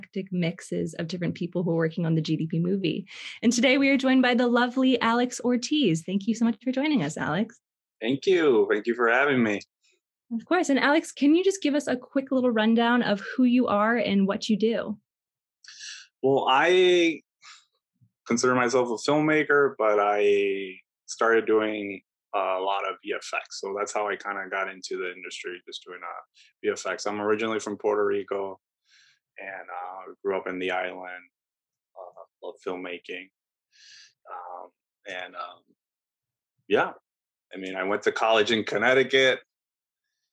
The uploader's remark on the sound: we sat down over Zoom